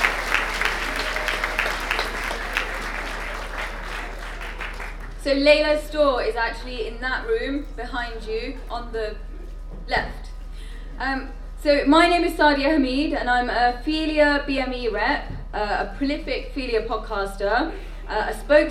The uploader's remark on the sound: Recording from the Sunday Opening Session at the FiLiA Conference in 2019. Recording from the Sunday Opening Session at the FiLiA Conference in 2019.